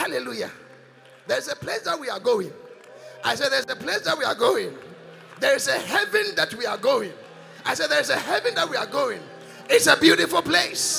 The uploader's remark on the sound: Encounter Service. Preached at The Qodesh.